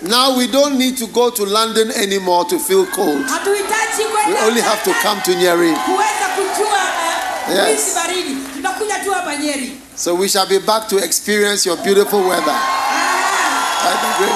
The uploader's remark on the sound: Preached at the Healing Jesus Crusade, Nyeri-Kenya, on the 2nd & 3rd December, 2022.